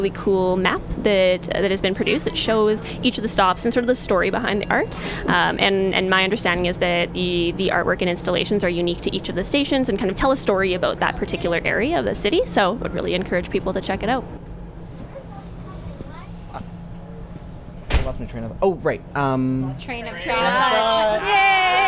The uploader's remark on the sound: Speaking Municipally ON A TRAIN. Recorded on the Valley Line Southeast LRT!